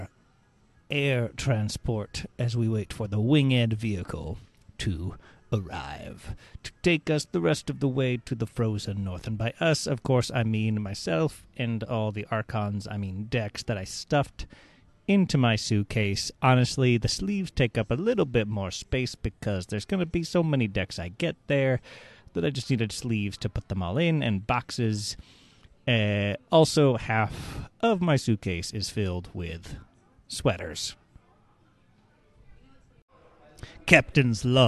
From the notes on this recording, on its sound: audio logs from day one of KeyForge Celebration 2022